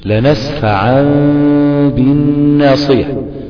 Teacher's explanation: اول خطوه تقلب النون او التنوين ميم خالصه، ثاني خطوه تعمل اخفاء في الميم دي، ثالث خطوه ان تظهر الغنه تبين الغنه مع الاخفاء سفرجة يعني، وهي صفه الميم المقلوبه معنى اصح سفرجة. · Term: الاقلاب